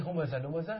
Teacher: طيب، والشاهد فيه همزة لمزة لأن فإن بينهما جناسا لاحقا، هذا يسمى جناس لاحق، لأن الهاء واللام متباينان ومتباعدان في المخرج، لأن الهاء من أقصى الحلق تأتي واللام من طرف اللسان